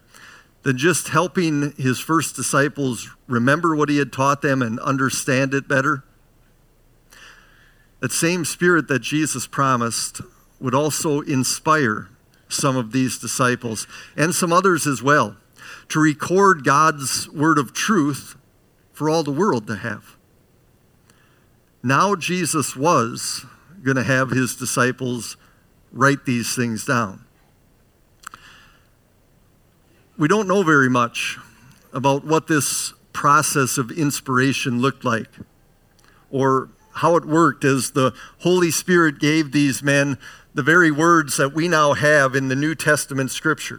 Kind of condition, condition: setting, large echoing room